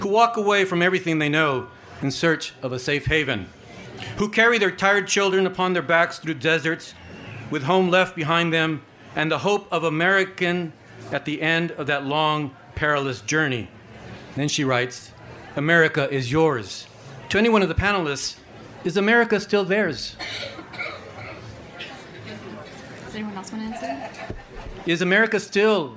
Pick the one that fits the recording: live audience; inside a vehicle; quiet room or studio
live audience